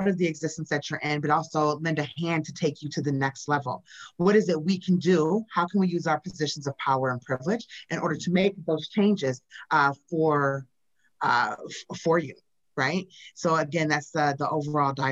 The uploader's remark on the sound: This conversation was recorded on Zoom.